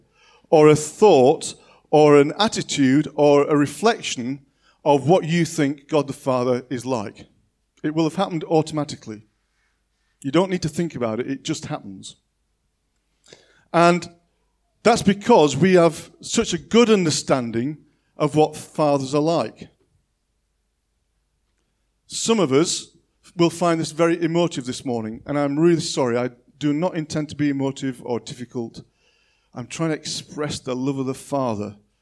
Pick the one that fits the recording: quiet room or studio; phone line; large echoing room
large echoing room